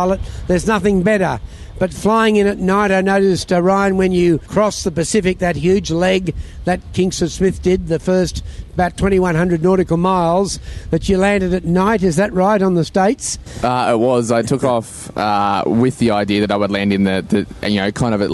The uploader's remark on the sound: At the recent AusFly event. To record a quick chat.